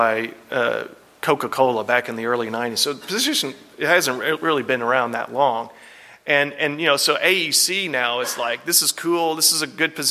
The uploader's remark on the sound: breakout session from the 2022 ElevateAEC conference